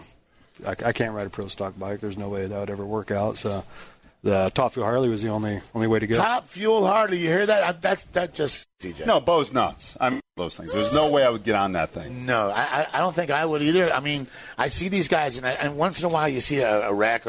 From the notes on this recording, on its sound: live from the 2019 GatorNationals